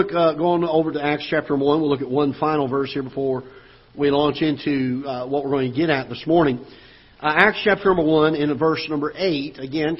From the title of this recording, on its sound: Ketha Heights Baptist Church ~ Live Broadcast